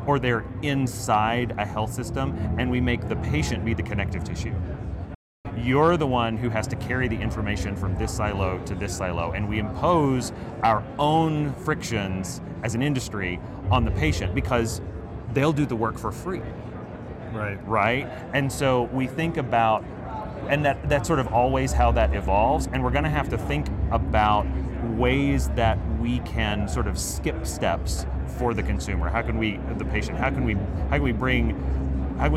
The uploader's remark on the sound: It’s an Interview in Action live from HLTH.